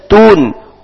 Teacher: Tun di ta berharokat dhamma, maka dibaca u, maka dimonyongkan. Tidak akan sempurna huruf dhamma kecuali dimonyongkan.